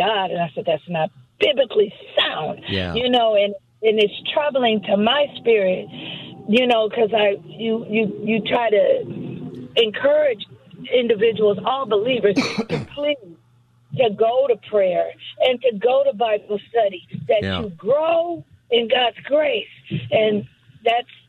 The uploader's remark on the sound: Open Phone Friday